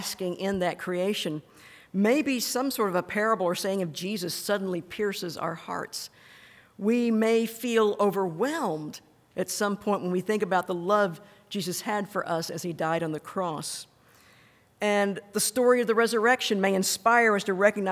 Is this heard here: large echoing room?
yes